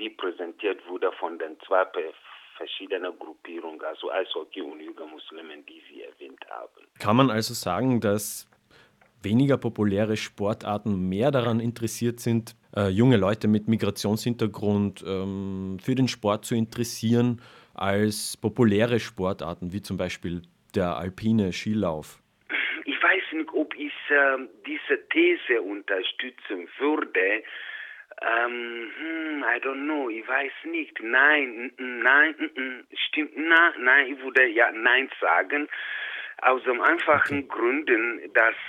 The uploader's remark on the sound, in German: Telefoninterview